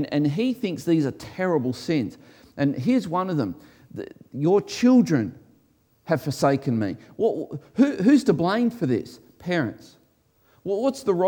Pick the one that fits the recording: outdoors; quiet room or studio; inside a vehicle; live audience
live audience